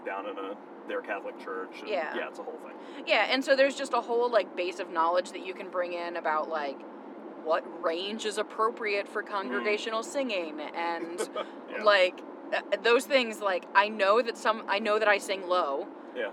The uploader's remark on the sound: Travel out to Harvest Nights and bring you along in the car with them.